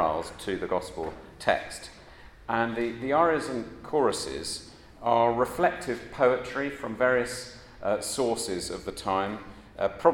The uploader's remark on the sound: Audio of a Christians in Parliament service of music and reflection. In the Chapel of St Mary Undercroft.